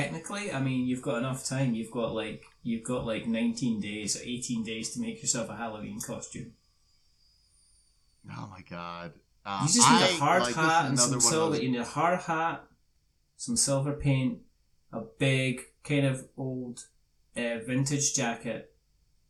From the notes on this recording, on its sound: For some reason it sounds like I recorded this on the other side of the room. It's not a podcast unless you have one episode with technical issues..